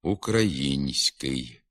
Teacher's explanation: У ньому за допомогою м'якого знака показується пом'якшена вимова тільки звука «с», а м'якшення звука «н» не позначається, хоч він вимовляється також пом'якшено